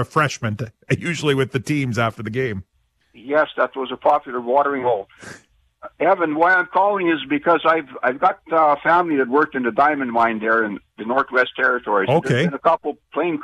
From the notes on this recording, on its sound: Every Friday we open the phone lines and give you a chance to call out or commend anyone you think deserves it.